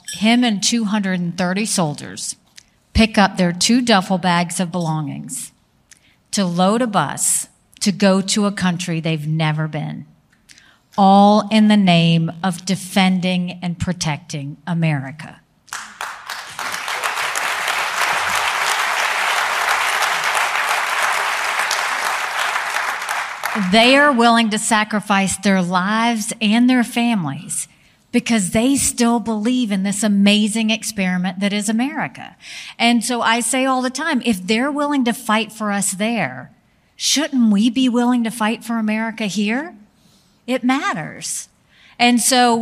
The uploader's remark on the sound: on stage at The Gathering